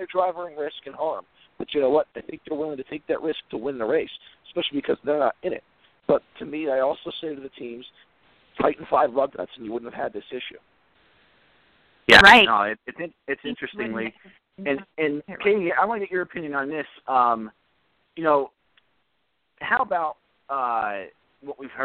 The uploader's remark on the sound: take your phone calls